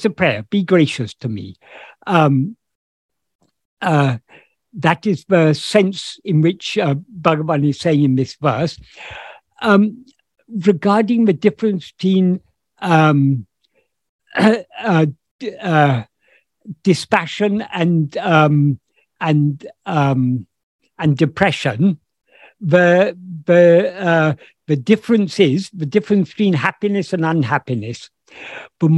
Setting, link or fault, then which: link, video call